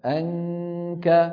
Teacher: أقصى اللسان سادد المخرج بالنسبة للكاف، والصوت كاملا من فين عم يروح؟ من الخيشوم